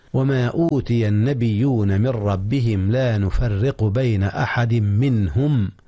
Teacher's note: أدغم التنوين في الميم بين أحد منهم. منهم إظهار النون قبل الهاء منهم إذ الهاء من أحرف الحلق